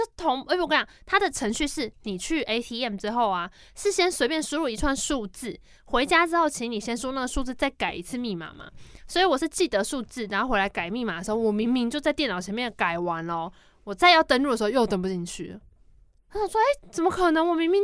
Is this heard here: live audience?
no